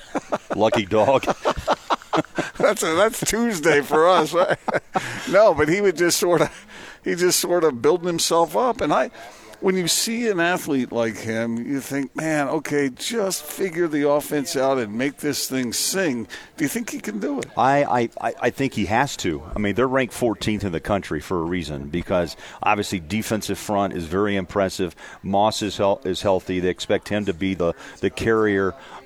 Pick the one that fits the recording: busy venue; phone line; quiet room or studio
busy venue